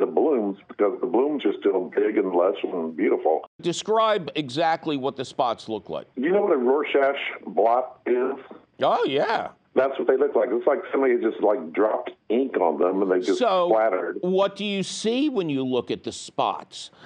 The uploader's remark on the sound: your fabulous phone calls!